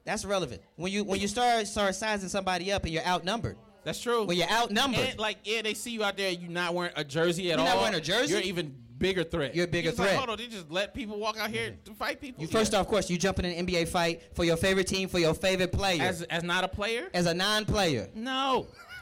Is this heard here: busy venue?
yes